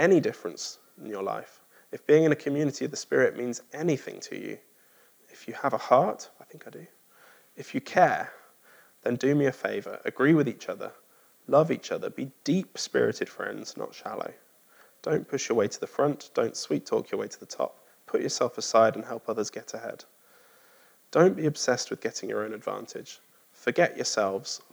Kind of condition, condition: setting, large echoing room